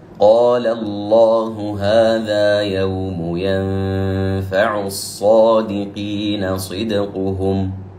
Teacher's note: قال الله، قال فتحة ثم الله، جاءت مفخمة، هذه اللام جاءت مفخمة لأنها سبقت بحرف مفتوح